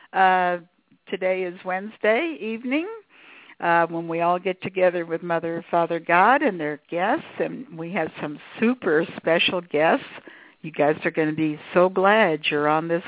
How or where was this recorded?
phone line